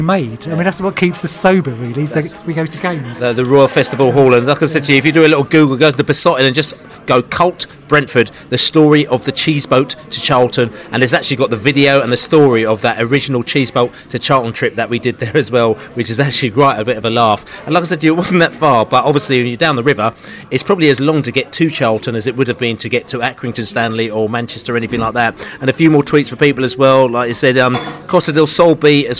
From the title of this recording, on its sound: pre-match podcast from the pub